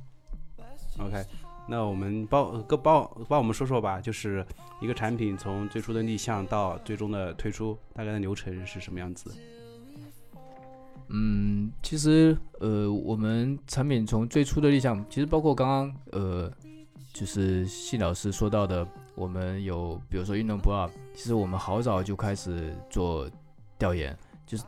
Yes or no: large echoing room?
no